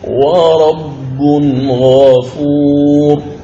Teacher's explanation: مثاله في التنوين قوله تعالى ورب غفور، بلدة طيبة ورب غفور، إذن قال ورب غفور، والخطأ أن تقول ورب غفور، هذا خطأ عندك، فنقرأ بالإظهار لأن التنوين جاء بعده حرف الغين